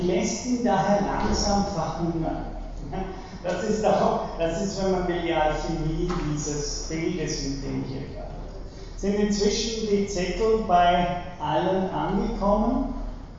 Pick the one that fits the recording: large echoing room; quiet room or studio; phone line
large echoing room